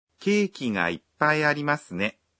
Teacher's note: Произношение «иппай» непростое. «Иппай» содержит удваиваемый согласный звук. Когда вы произносите это слово, нужно на секунду задержать дыхание.